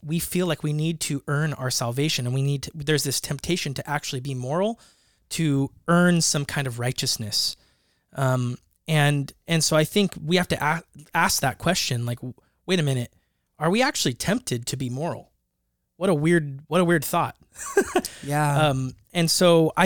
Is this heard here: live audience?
no